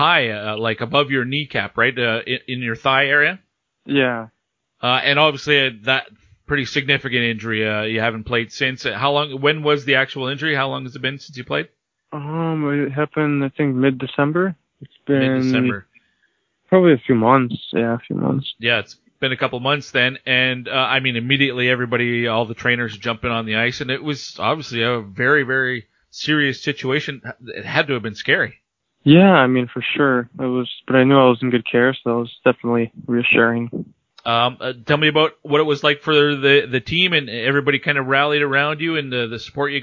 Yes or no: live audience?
no